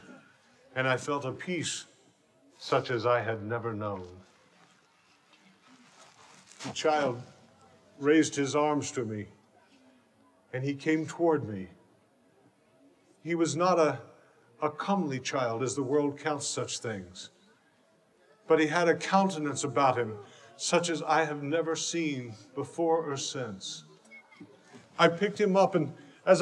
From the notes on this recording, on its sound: A powerful live drama presentation from Christmas Town at the Creation Museum.